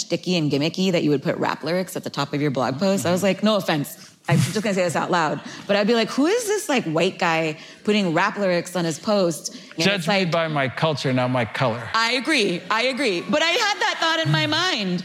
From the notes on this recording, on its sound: Which was recorded at the Computer History Museum in a live event, before the pandemic.